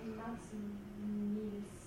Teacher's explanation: also dieses O wird zu W. Und so entsteht eine reduzierte Form, eine synkopierte Form dieses Substantivs Maxonis.